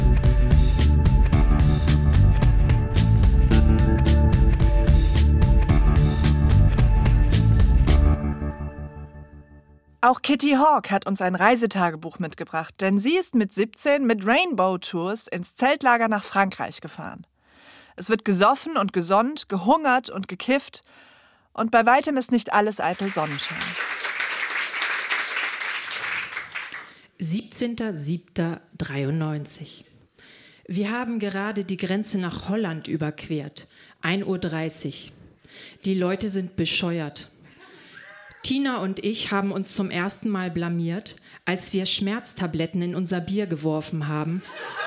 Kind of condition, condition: setting, live audience